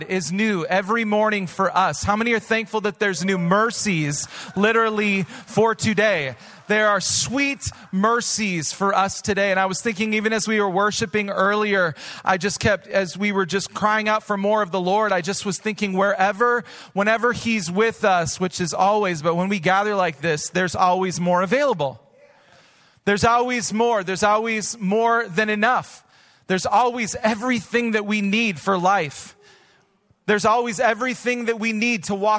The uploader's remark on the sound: Recorded live at Hope Church in Springfield, Mo.